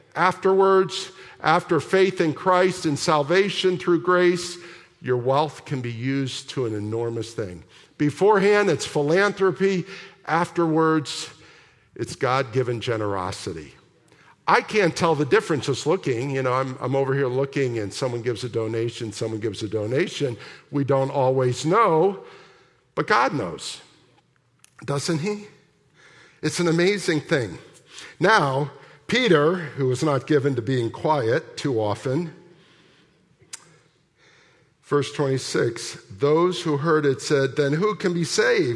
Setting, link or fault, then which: setting, large echoing room